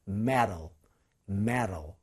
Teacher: 강세가 없는 모음 앞에 T 사운드가 오면 리을로 바뀌어요. 그래서 metal, metal 이렇게 되죠.